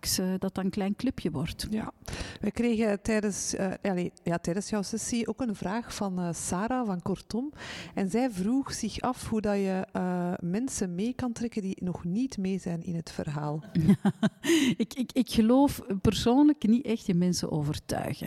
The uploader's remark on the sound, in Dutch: Live vanop Binnenkoppers